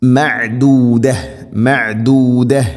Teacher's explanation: മഅദൂദ ഐനിൻ്റെ ഉച്ചാരണം തൊണ്ടയുടെ മധ്യഭാഗം.